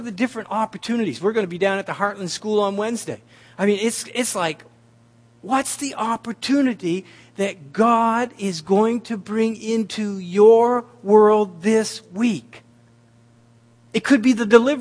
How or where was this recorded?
large echoing room